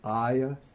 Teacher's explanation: That would be aya, long a, y, short a.